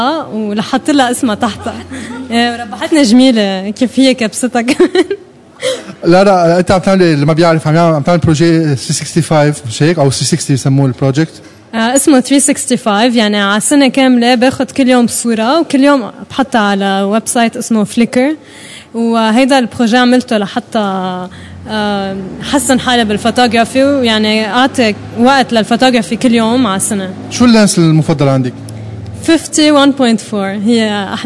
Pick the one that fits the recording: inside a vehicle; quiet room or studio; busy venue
busy venue